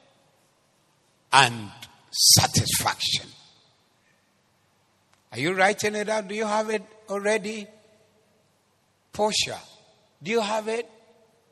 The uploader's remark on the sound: Preached at the Zeloo Service 14012024